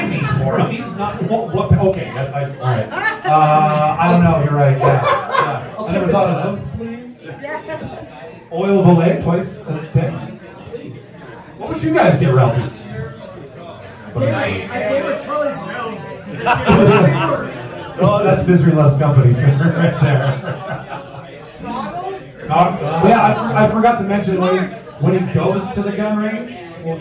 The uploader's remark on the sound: Live From Wee Johnny's The Secret Santa Debate. All 4 of them must prove to the crowd who the best secret santa shopper is.